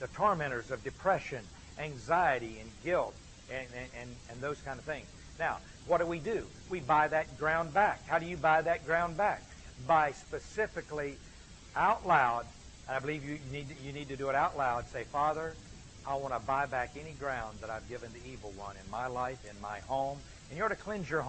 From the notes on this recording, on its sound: gave this lecture at an Exchanged Life Institute